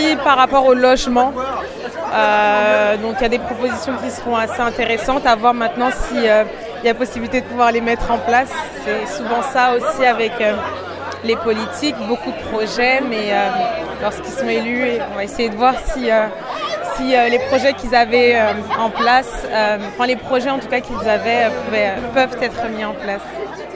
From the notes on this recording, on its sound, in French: S'adresse aux francophones du Club Canadien de Toronto. Le Club Canadien s’est offert une conférence de choix. Est venu dialoguer en français devant une audience curieuse, qui a pu lui poser un grand nombre de questions.